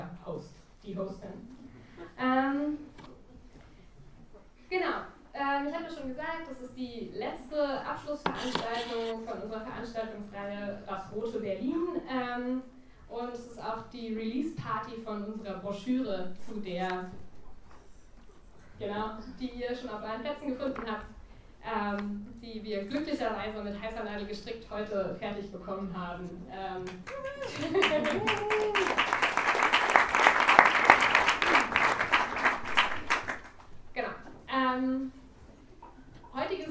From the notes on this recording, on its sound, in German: Audiomitschnitt der Veranstaltung vom 24.01.2018.